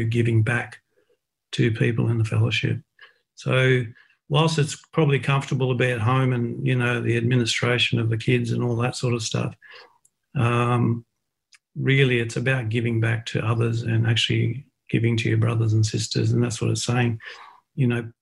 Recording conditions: video call